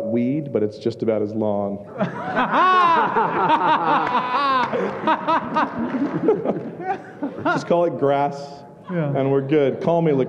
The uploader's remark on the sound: Super-Epic Live-Show at ReformCon! This is our very first LIVE SHOW at ReformCon! It was truly an honor and a blessing to put this event on and to sit with these men on stage.